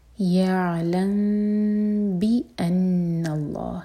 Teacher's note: بی کے بعد جو حمزہ ہے وہاں پر کٹ آف ساؤنڈ آنا چاہیے بیا نہیں ہوگا بی ان اللہ نون پر شدہ تو نون پر غنہ دو · ہم ميم کو ہولڈ کریں گے لیکن اس طرح ہولڈ کریں گے کہ ہونٹوں کو ٹائٹ بند نہیں کریں گے اور دو سیکنڈس کا ٹائم دیں گے اور پھر آگے پڑھیں · Term: اخفاء شفوي